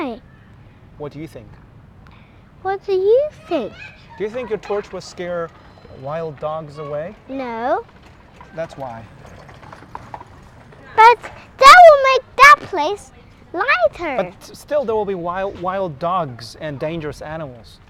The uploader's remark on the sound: Walk and Talk.